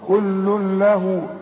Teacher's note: ادغام كامل بدون غنة، هندغم لكن ما نغنش